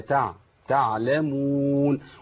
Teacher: وانتم تعلمون، ما قولش تعلمون، العين ساكنه ما حركهاش، ما هزهاش وانا خارج منها